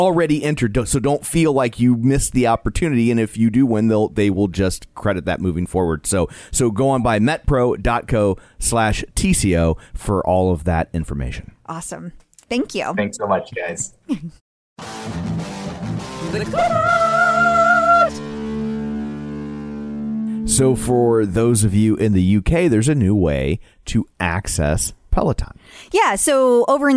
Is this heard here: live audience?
no